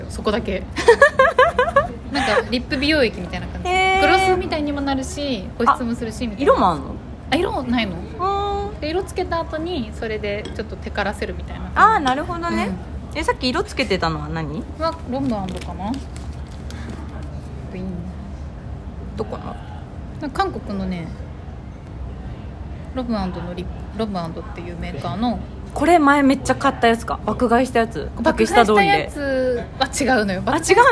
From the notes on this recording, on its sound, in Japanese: カフェでの録音なので環境音たっぷりでお届けします